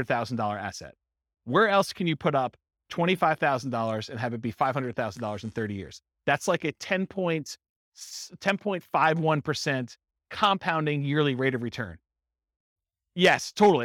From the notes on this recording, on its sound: This was a live class recorded for buy and hold real estate investors. Live in-person version.